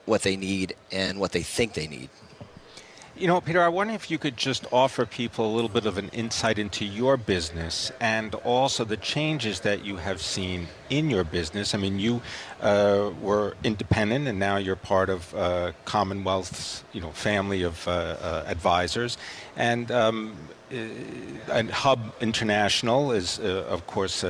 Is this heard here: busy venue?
yes